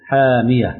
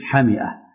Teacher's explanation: بإثبات ألف بعد الحاء وياء مفتوحة مكان الهمزة · Shown in: first take · حامية كما نطق به، والباقون بحذف الألف بعد الحاء وهمزة مفتوحة بعد الميم حمئة.